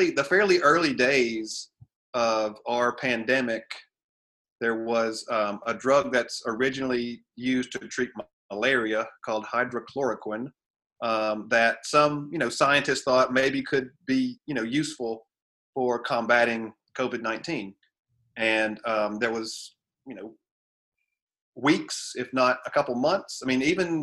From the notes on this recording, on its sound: we did record this through Zoom